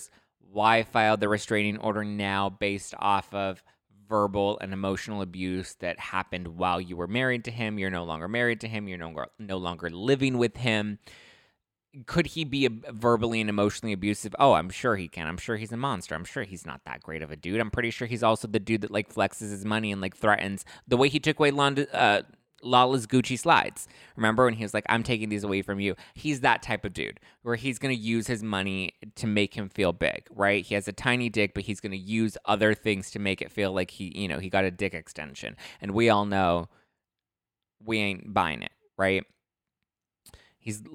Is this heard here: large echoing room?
no